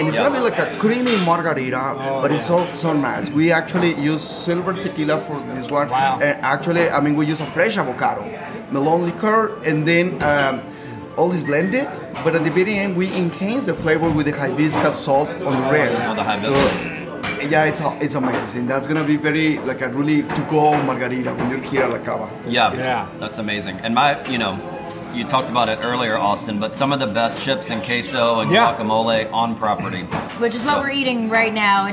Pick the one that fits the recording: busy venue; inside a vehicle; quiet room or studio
busy venue